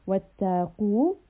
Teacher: qaf is heavy. So we are also rounding the lips on this qaf.